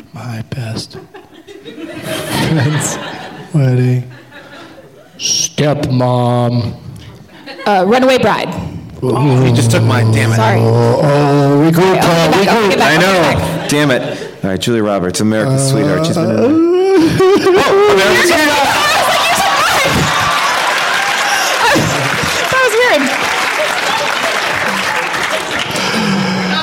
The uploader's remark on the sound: Live from the Downtown Independent Theater in L.